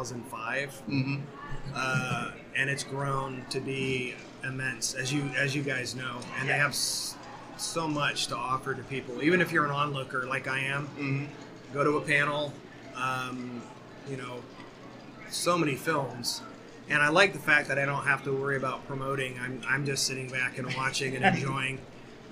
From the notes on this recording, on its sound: Sunscreen Film Festival 2023. Part 2 of episode 95 continues at the Sunscreen Film Festival!